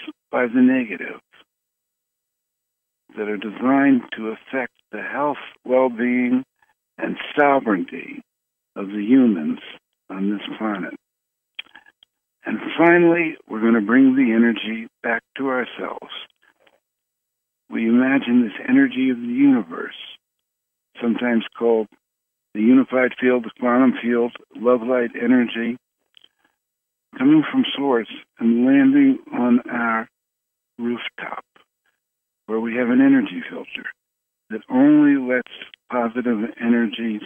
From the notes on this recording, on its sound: Conference Call LIVE